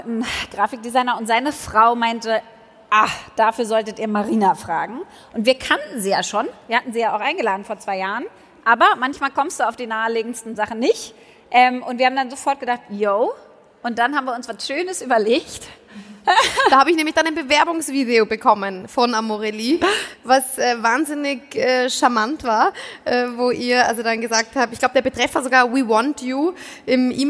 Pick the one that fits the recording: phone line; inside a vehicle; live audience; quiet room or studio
live audience